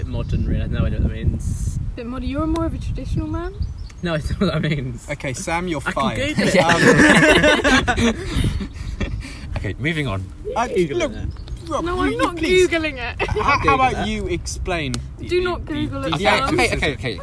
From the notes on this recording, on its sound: We have to apologies for lack of editing as we are fairly new to the business. We again apologises for the constant laughing and the wind sounds throughout and the accidental swearing at the end.